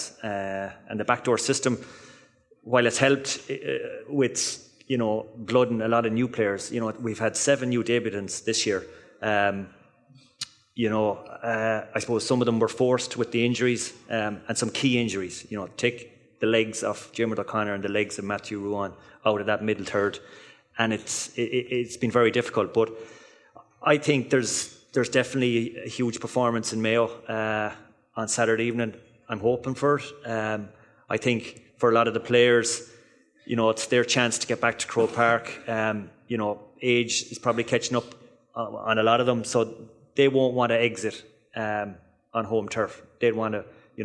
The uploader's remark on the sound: live from Westport